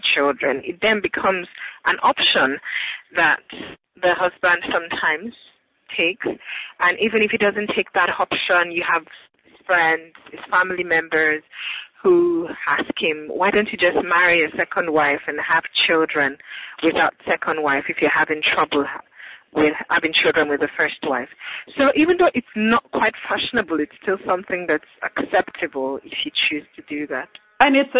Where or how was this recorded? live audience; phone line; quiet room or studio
phone line